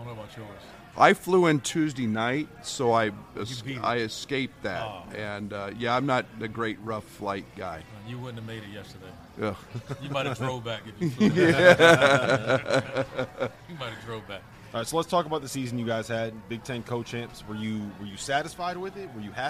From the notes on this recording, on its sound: AFTER DARK live from New Orleans!